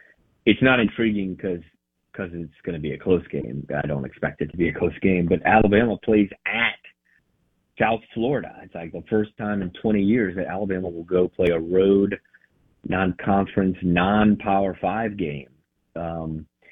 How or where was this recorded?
phone line